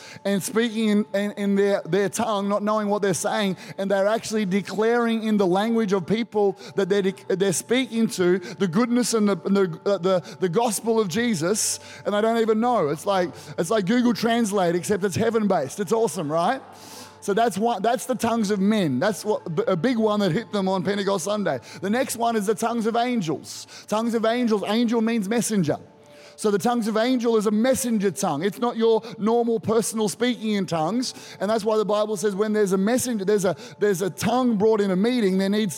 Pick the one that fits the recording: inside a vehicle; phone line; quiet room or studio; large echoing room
large echoing room